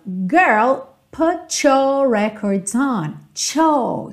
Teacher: Put com your, essa junção aí do T com your, a gente vai ter esse cho